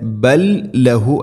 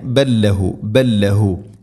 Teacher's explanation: ലാമിനെ അടുത്ത ലാമിലേക്ക് ഇദ്ഗാം ചെയ്ത് അഥവാ കൂട്ടിലയിപ്പിച്ച് ഉച്ചരിക്കണം · Shown in: second take